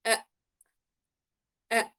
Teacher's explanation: إذا أخذنا الصفحة 98 مخرج أقصى الحلق، لو الآن أخذنا الفرق بين الهمزة المتحركة والهمزة الساكنة والهاء، نجد طبعاً إنه الأوتار الصوتية، الأوتار تنطبق عند الهمزة الساكنة